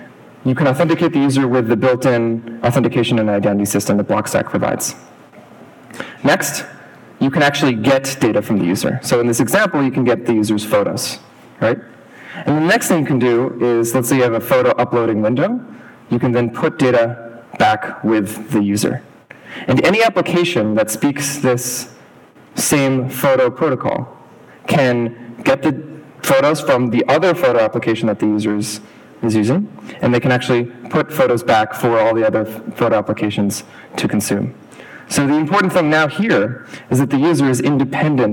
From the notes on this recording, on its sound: Three brief talks from the recent New Context Conference